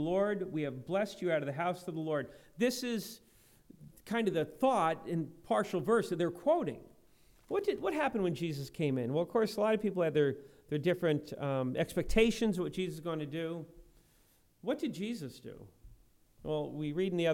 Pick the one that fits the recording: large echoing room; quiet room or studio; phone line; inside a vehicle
large echoing room